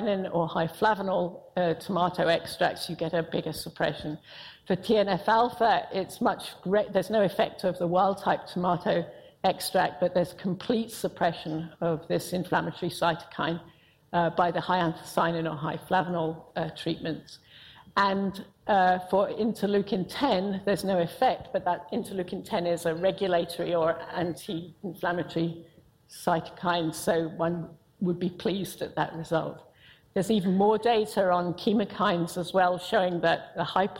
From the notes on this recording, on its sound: IFE Grand Challenge Lecture, recorded 1 November 2018 at QUT